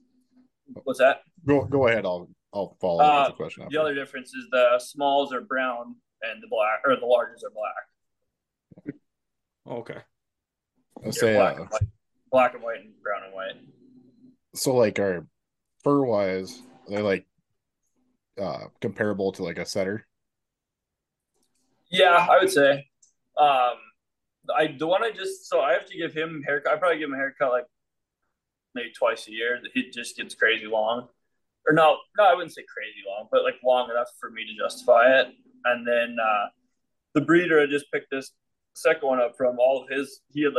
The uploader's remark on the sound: LIVE!! BEER:30 Zoom Room Part 1. This is the first ever, recorded live, beer:30 episode.